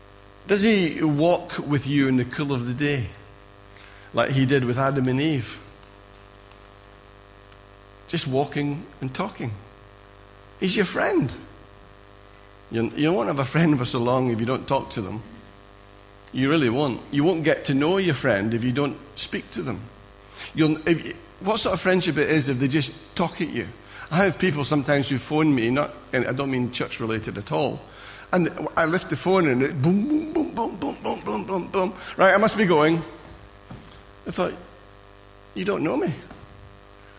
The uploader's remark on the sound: Recorded at freedomcentre church, Preston on Sunday 23rd April 2017